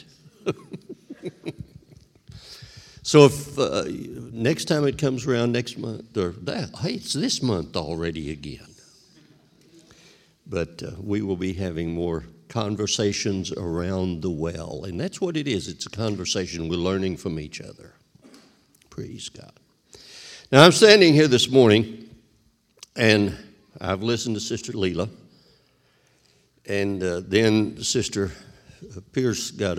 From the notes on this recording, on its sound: This sermon was recorded live on May 1st, 2022 at Newark United Pentecostal Church.